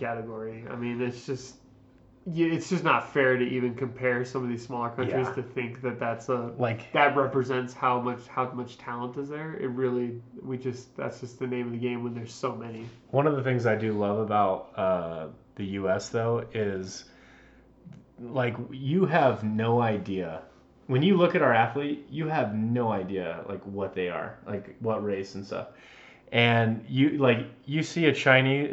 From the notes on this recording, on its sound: Full disclosure, we had audio equipment issues this time around. We apologize about the muffled mics.